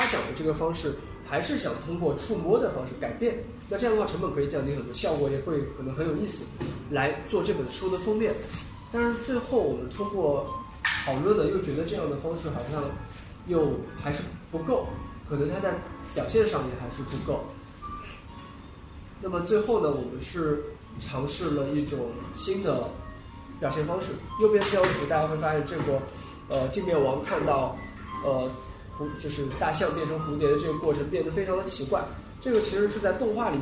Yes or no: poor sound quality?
yes